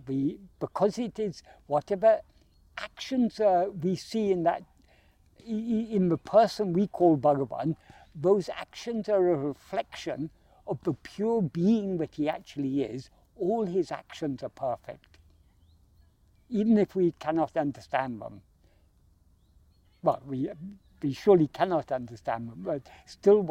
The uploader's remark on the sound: In this video filmed in Kensington Gardens on 23rd May 2023.